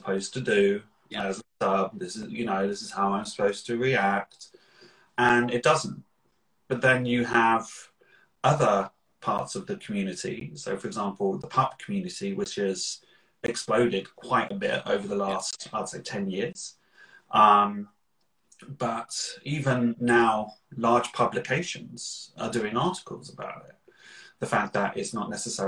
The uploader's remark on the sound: Recorded on 18 September 2021 on Instagram Live